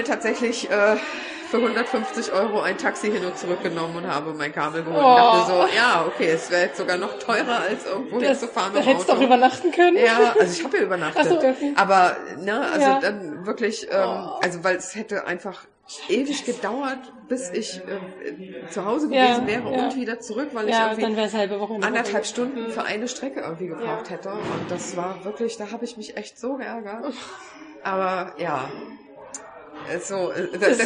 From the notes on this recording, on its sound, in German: Berichte ich quasi Live von der AnNäherung in Bielefeld 2023. Aber die Aufnahmen sind Live vor Ort entstanden, was man auch hört.